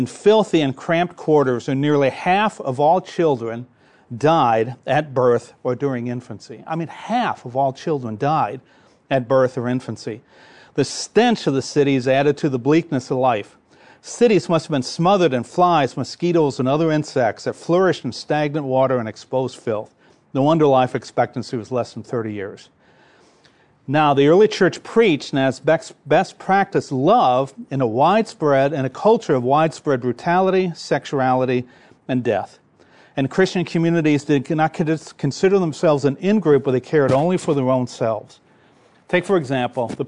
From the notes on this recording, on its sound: This episode is from Navigators Church Ministries, recorded at the National Disciple Making Forum.